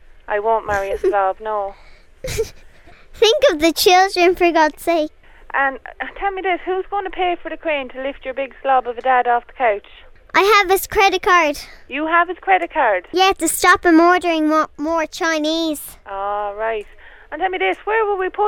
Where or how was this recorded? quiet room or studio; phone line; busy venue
phone line